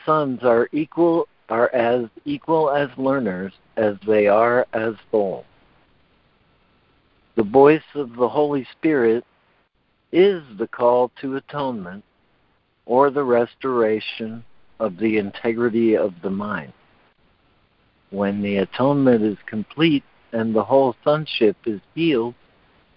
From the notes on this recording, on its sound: ACIM Daily Conference Call.